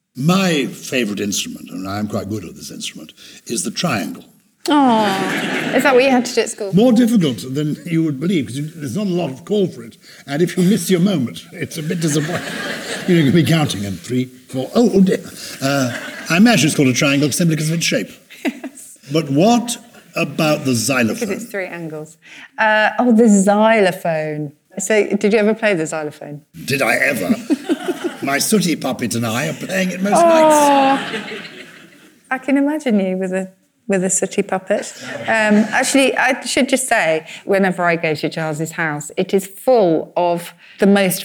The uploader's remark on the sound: we are live from the Bristol Old Vic